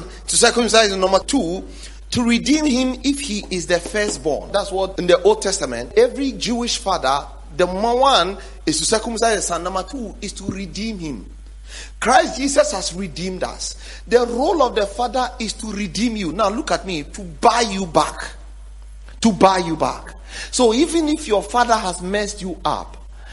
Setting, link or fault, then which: setting, large echoing room